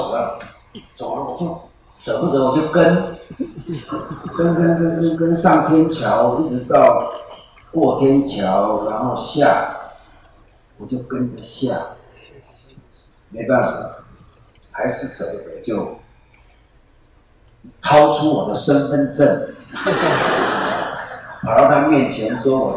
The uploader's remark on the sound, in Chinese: 北京师范大学现场实录